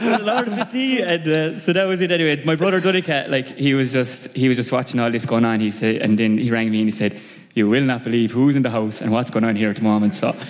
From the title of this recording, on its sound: The GAA hour live from Thurles